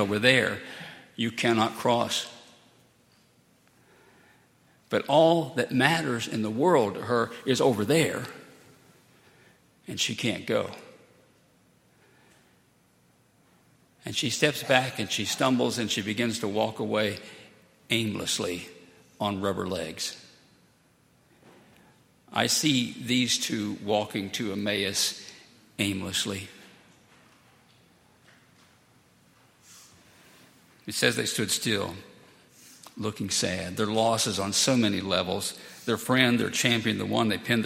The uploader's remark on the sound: at Highland Baptist Church